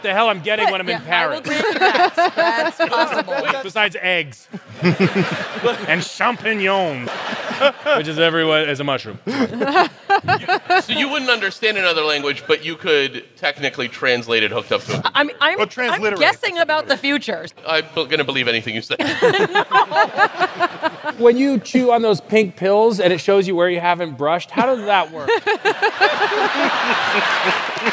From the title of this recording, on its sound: StarTalk Live: Big Brains at BAM